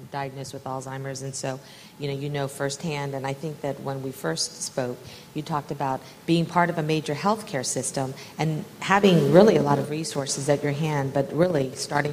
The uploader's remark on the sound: This panel at the UsAgainstAlzheimer's 2017 Disparities Symposium